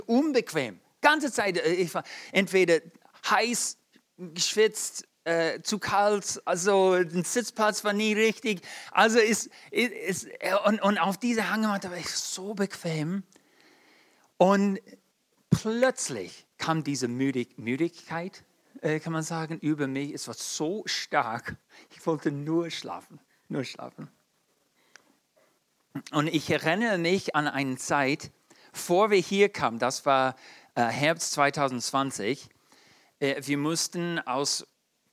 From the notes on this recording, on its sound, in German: in der Gemeinde Kaleo Schopfheim aufgenommen